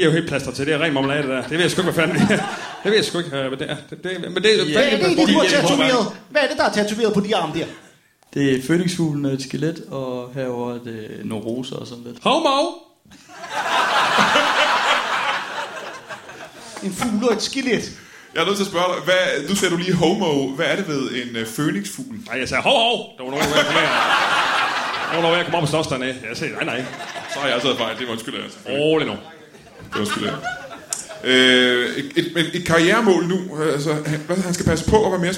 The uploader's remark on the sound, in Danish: LIVE fra Fermaten i Herning